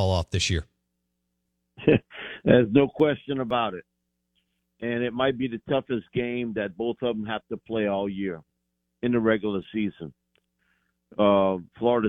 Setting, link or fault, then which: link, phone line